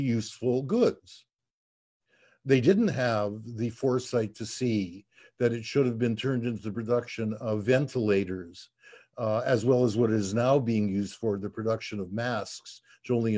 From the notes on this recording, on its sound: Recording of TWT and Verso's webinar